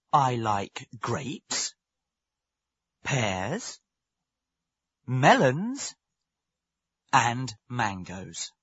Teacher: When you read a list, your voice should go up at the end of each phrase and down at the end of the list. There should be a short pause after each comma and before the last and.